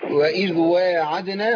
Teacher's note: ما نزودش المد زيادة عن الطبيعي